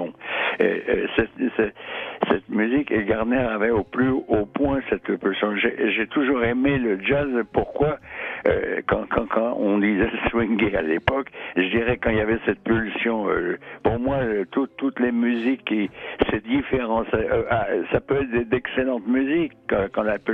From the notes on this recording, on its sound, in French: Ce dernier est ce midi à nos côté. Qui sera en ligne avec nous, au cours de l'émission.